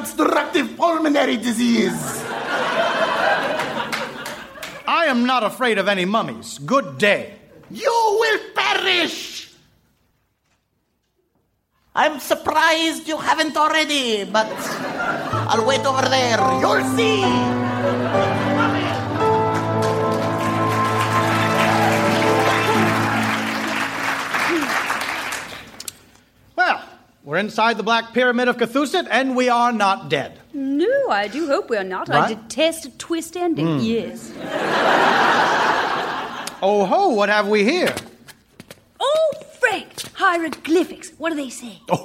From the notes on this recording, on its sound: Recorded Live 3/3/2012 at Largo, Los Angeles.